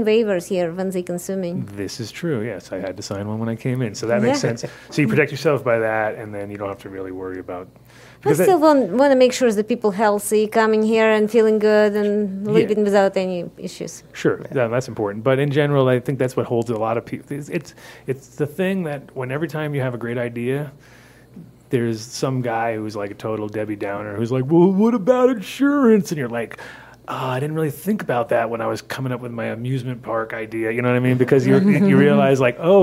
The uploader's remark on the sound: Live From The Coffee Joint